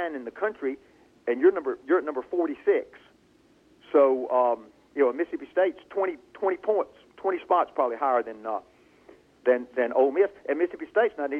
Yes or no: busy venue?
no